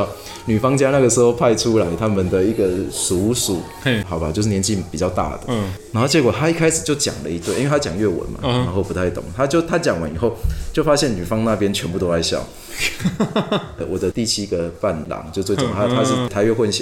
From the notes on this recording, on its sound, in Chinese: 本集白噪音指數：蚊風級 1/5。錄音地點： Kafemera - 卡菲米朗坊。